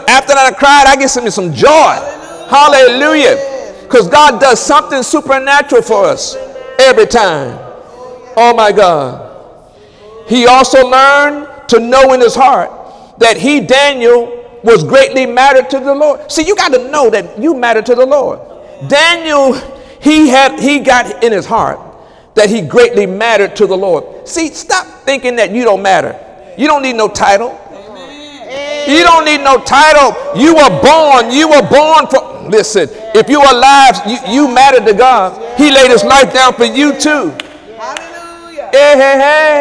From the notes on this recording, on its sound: During Wednesday night service on August 9, 2017